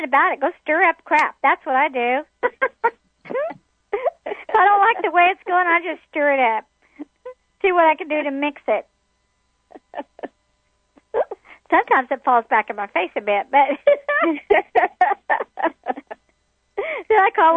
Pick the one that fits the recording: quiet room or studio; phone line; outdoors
phone line